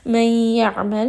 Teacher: عَيْن is going to be with tawassut from the middle of the throat.